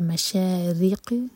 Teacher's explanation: را کے نیچے کسرہ تو را باریک، قاف پر رکیں گے تو قاف پر قلقلہ